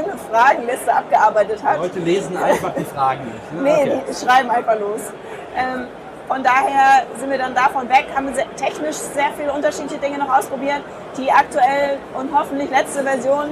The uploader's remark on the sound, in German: Interview im Rahmen der DMEXCO 2016. Leider ist der Sound wieder etwas mau, wg. Der Hintergrundgeräusche bei der DMEXCO.